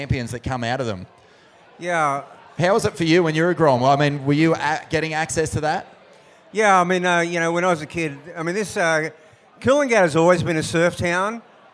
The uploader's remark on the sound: Live from the Usher Cup President's Dinner